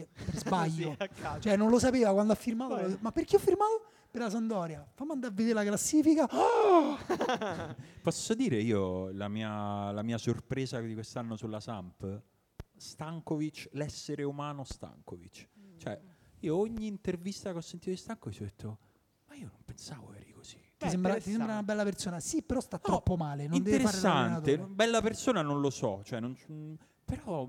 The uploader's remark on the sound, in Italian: La registrazione del nostro live presso l'Apple Store di Via del Corso per Today at Apple.